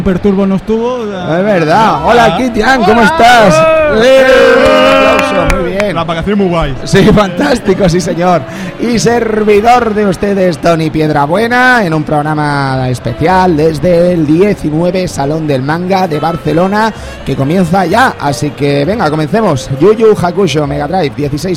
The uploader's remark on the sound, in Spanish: Programa grabado en directo desde el salon del manga de Barcelona.